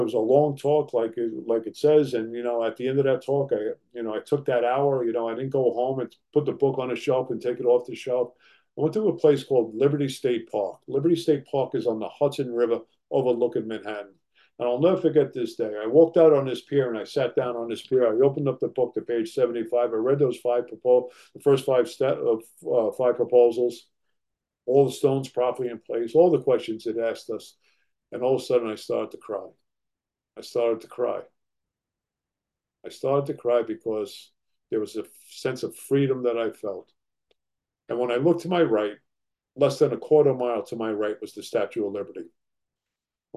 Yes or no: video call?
yes